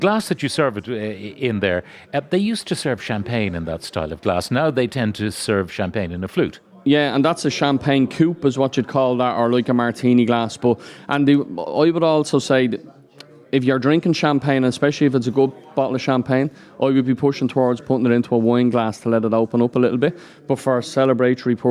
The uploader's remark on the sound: Live from the Aviva Stadium.